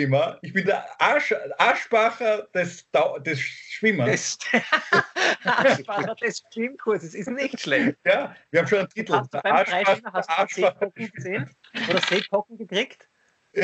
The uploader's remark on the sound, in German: Aufzeichnung einer ZOOM Session